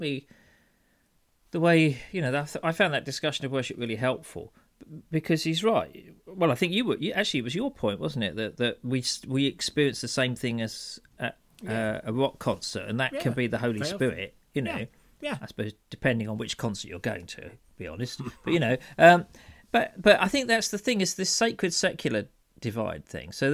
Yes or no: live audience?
no